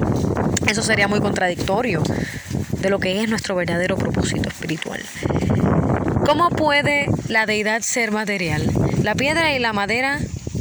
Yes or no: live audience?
no